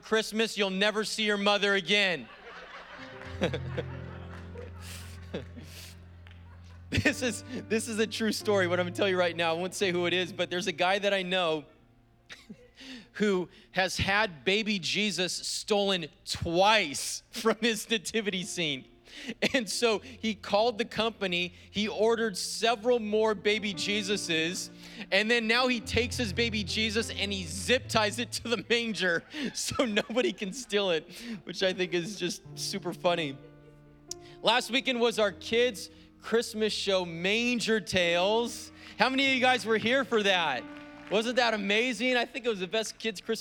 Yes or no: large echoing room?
yes